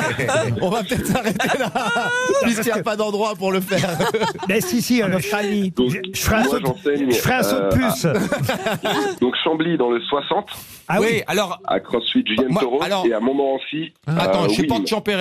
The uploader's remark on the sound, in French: était au téléphone des Grosses Têtes ce 19 octobre.